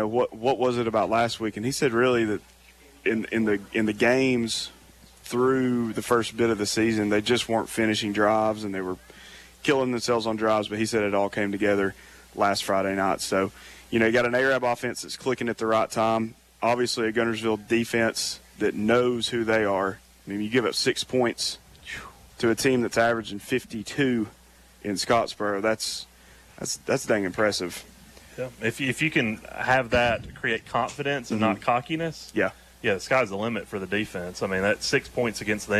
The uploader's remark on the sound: A live edition from Chorba-Lee Stadium